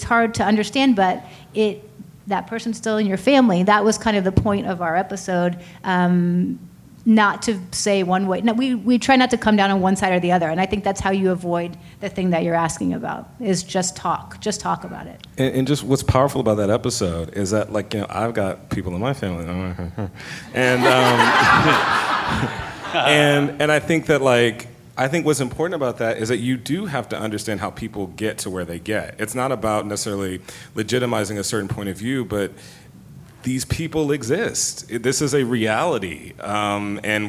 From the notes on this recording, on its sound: Recorded at ATX Television Festival